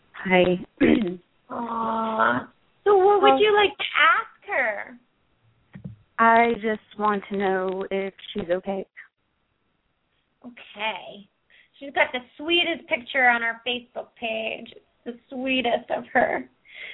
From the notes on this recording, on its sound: open up the lines for listeners to call